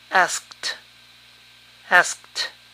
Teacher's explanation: Para verbos que terminan en K, la terminación suena T.